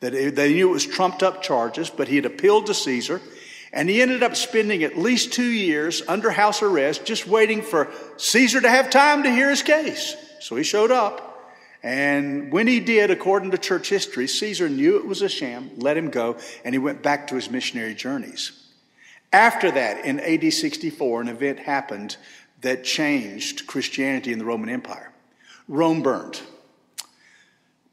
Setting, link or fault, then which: setting, large echoing room